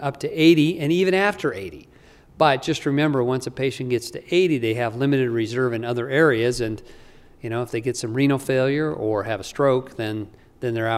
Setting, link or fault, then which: setting, large echoing room